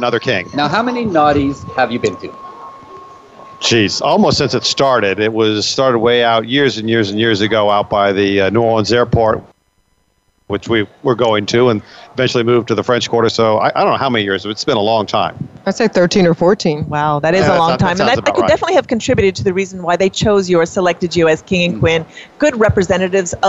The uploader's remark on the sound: Live from Naughty in N'Awlins, the largest lifestyle convention for couples, in the world. With over 2,000 guests this event is not only a full takeover of one of the French Quarter's biggest hotels, it takes over Bourbon Street too.